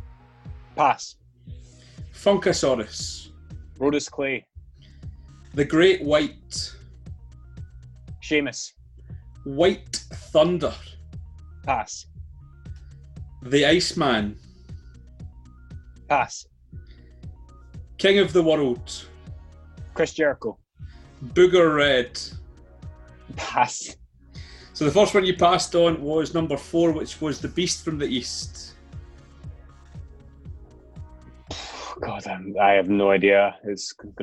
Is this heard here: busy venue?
no